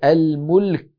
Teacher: نأتي بلام ساكنة بينية ثم كاف شديدة مهموسة